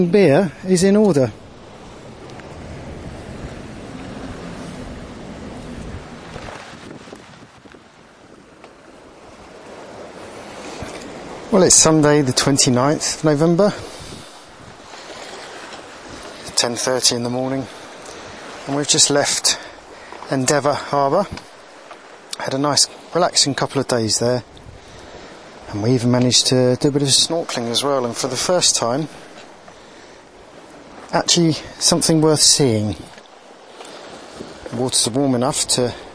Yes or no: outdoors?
yes